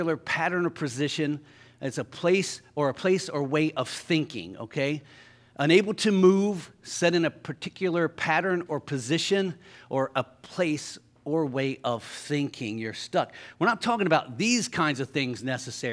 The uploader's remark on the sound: Sunday Morning Service